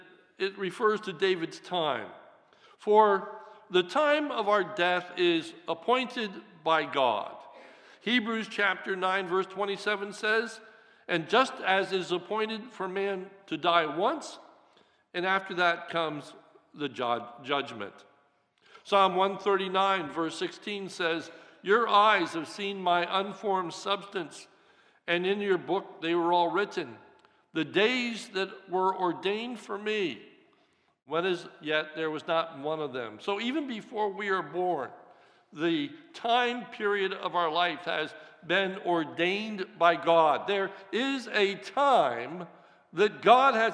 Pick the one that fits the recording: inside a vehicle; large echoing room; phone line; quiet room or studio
large echoing room